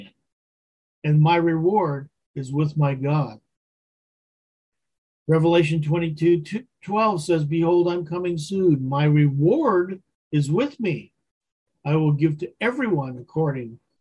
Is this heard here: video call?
yes